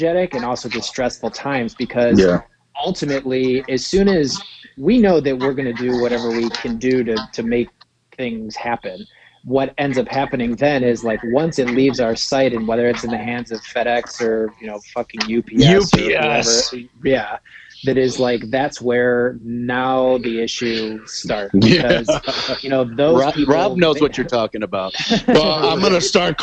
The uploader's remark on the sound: This was done using a conference call as we are all quarantined at the time due to the Virus.